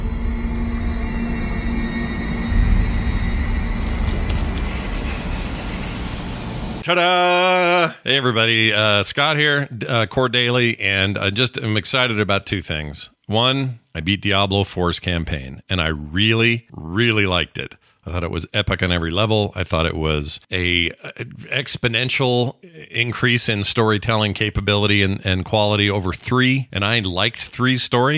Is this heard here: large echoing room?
no